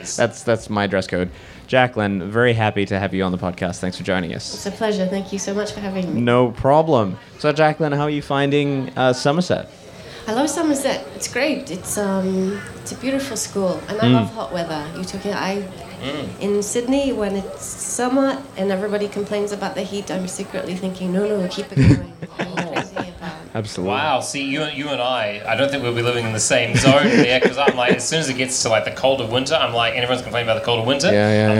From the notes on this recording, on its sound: Somerset Celebration of Literature 2018. This podcast was recorded live at the Brunswick Street Bookstore.